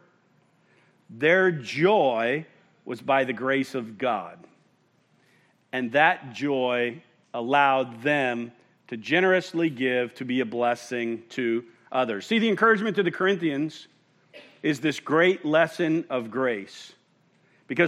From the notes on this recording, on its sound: at Murrieta Valley Church in Murrieta, California